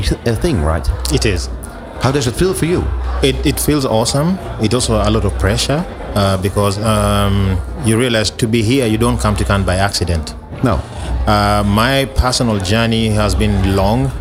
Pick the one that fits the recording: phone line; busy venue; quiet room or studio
busy venue